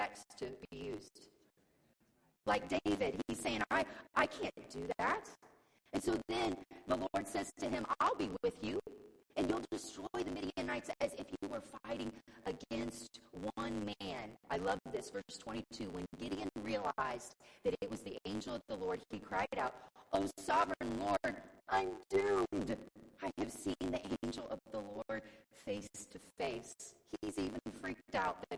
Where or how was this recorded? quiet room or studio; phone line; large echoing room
large echoing room